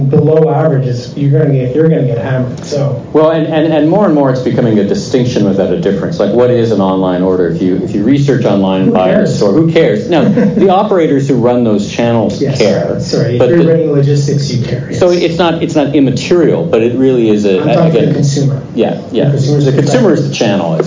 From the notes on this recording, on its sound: conducted live on stage during the RSPA Canadian Community Networking Event April 11 at the Hockey Hall of Fame in Toronto.